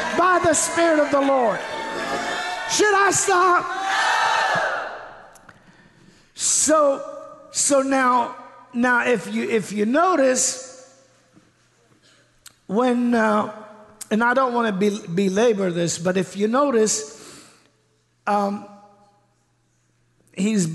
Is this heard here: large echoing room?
yes